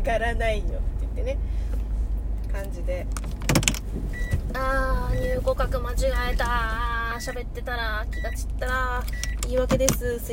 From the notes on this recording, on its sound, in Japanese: 運転中に収録しているので雑音多目。